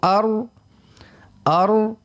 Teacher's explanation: يعني كي نحسوا كيف نقولوا كلمة حرف الراء كيف ننطقوه، نقولوا مثلا حرف الساكن نقولوا أر، يعني فما فرجة صغيرة في وسط اللسان بين طرف اللسان واللثة، يعني يمر منها جزء من الصوت، يعني نحسوه نلاحظوا أن الصوت أذي يجري فيها جريانا ضئيلا أقل من جريانه في حروف الرخاوة.